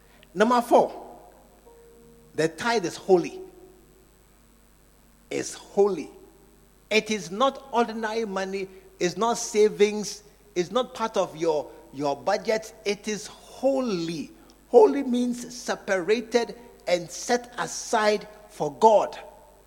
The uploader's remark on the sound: Preached at the True Vine Cathedral. Bantama.